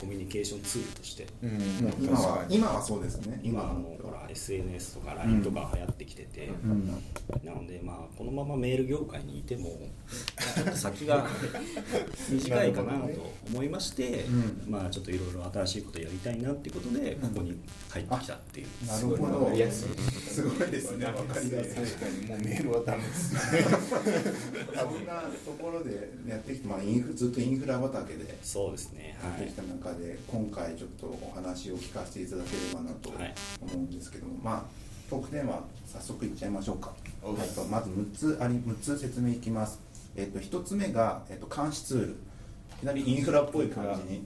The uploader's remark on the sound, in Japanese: 音声の乱れがあります